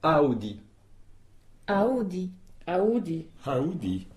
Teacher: Donc, il faut éviter de faire Au, sinon on écrirait A ou sans chapeau. Donc, il faut bien qu'on entende une seule syllabe, Au. Donc, le ou est très bref. · Term: diphtongue